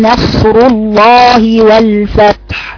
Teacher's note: إذا جاء نصر الله والفتح، نصر الصاد ساكنة بها استعلاء وأطباق، النون رقيقة أولا مفتوحة رقيقة باعتدال